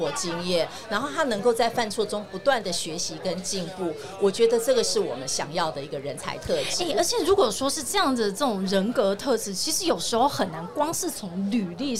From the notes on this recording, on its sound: VISION 2022 臺大校園徵才博覽會-Live Podcast.